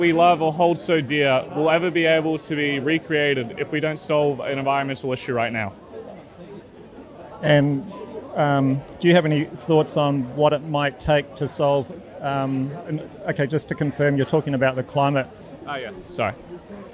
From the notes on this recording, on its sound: I interviewed four students from Kirrawee High School, protesting at a School Strike for Climate rally outside Australian Prime Minister Scott Morrison's electorate office in Cronulla, in south east Sydney.